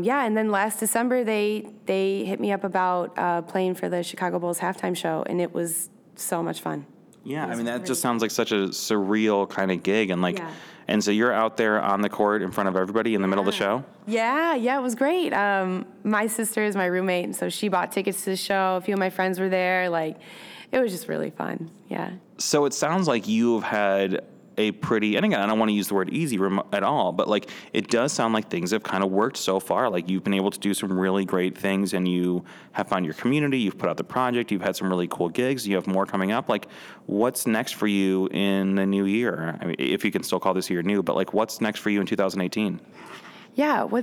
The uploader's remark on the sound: interview recorded at SXSW 2018